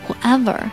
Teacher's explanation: whoever 的发音呢，要把 ever 中间的那个咬唇的 V 要发出来